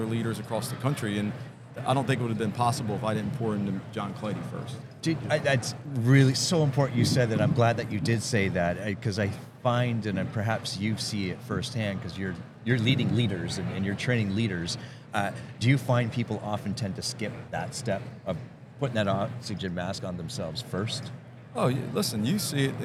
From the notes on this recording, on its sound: Video Podcast. Filmed on location at the highly anticipated Keller Williams Family Reunion.